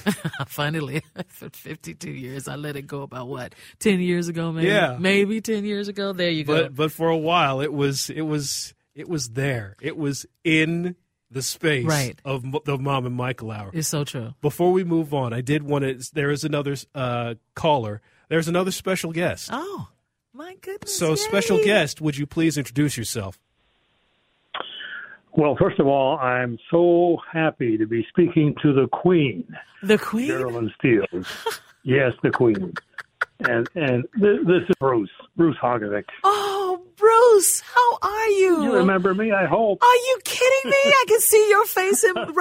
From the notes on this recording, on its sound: continues to open up the phones, talks with a few special callers